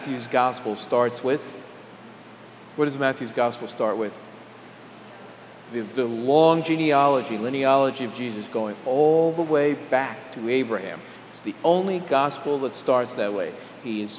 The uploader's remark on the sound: Homily delivered on August 21, 2011 at Jan Hus Presbyterian Church and Neighborhood House.